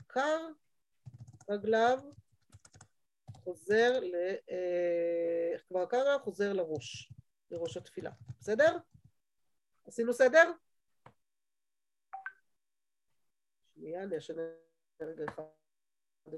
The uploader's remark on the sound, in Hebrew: שהועבר והוקלט בזום עם תלמידות מדרשת שחרי